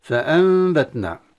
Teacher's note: النون الساكنة بعدها باء تقلب إلى ميم، ثم تخفى هذا الميم بالغنة · Term: الإقلاب